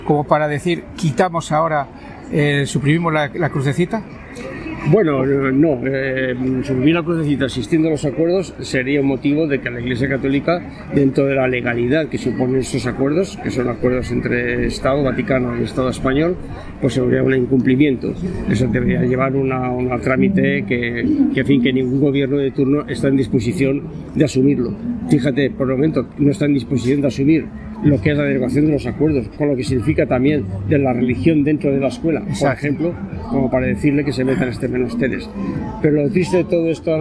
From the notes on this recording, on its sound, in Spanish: Las entrevistas que realizamos en directo en la fiesta, celebrada en Rivas Vaciamadrid.